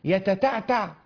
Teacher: التاء تخرج من طرف اللسان، يبقى هنا في طرف اللسان، والعين بعد أقصى اللسان إلى أن تصل إلى مخرج الحلق